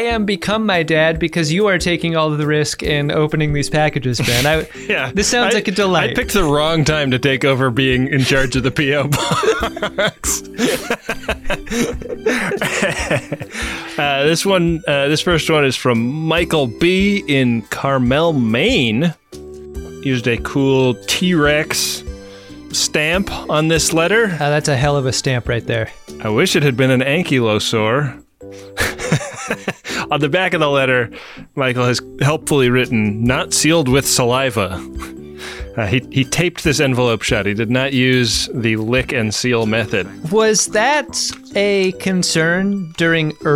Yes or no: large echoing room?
no